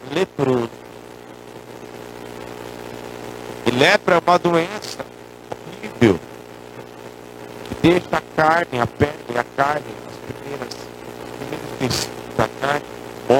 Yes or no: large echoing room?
yes